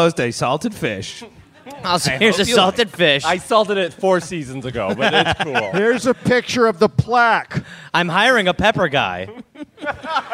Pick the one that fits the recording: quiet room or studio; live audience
live audience